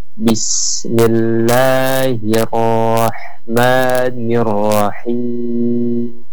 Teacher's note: dia roh ini memiliki sifat khas yaitu bergetar ya, dan hanya roh yang memiliki huruf yang punya getaran · Term: takrir